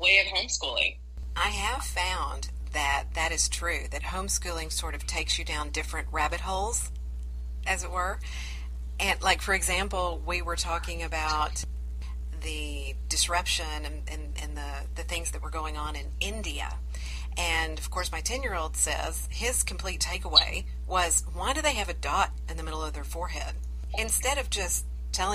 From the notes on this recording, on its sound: Today's episode was recorded with the brand new BETA version of Anchor with Friends and there are some audio issues.